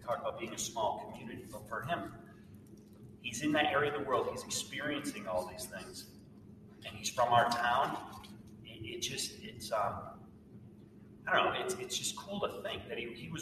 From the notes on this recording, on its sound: Gave a moving and profound presentation to a group of students, staff, and family in April and we are happy to present the audio to you today!